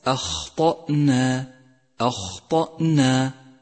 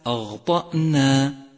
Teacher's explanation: لاحظ صفة الهمس لحرف الخاء في كلمة أخطأنا · Shown in: first take · أخطأنا، وأجري النفس معه لكي لا ينقلب غينا، فهي أخطأنا وليس أغطأنا، فإذا أهملت صفة الهمس لحرف الخاء انقلب غينا.